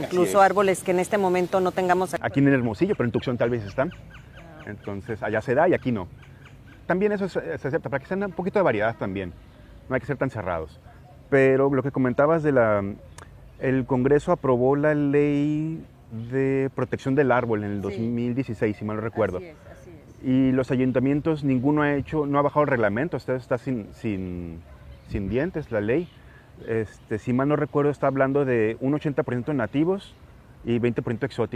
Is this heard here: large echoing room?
no